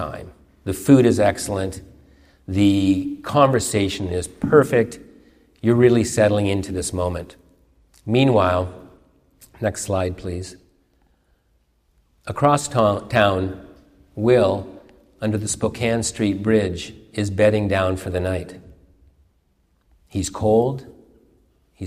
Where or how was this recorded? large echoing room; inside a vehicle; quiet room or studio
large echoing room